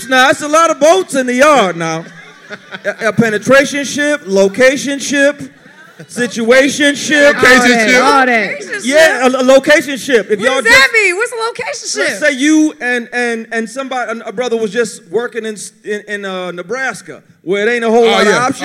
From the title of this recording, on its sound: Recorded at the Self Love Soirée